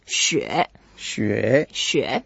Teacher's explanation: when we say 雪, we go down and then up. It's a third tone.